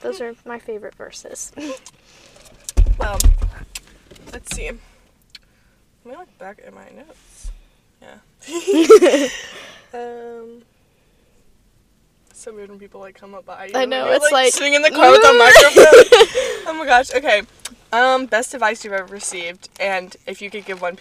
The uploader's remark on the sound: live from a Starbucks parking lot!